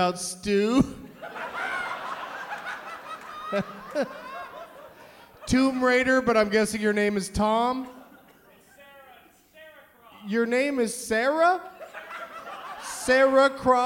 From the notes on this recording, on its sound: Live from the Neptune Theatre in Seattle.